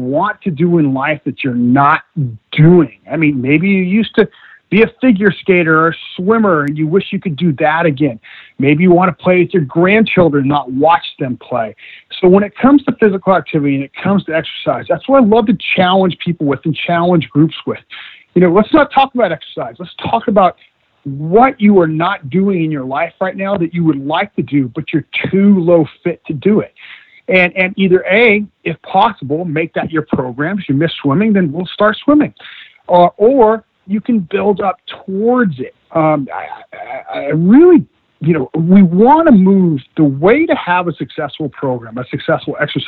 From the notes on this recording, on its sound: via internet phone